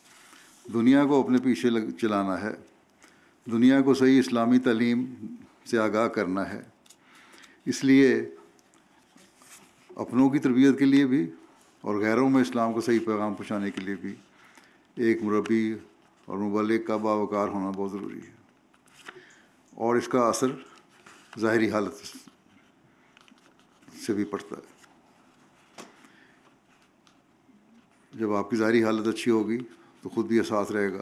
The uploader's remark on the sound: Jamia UK Convocation 2019-2022: Keynote Address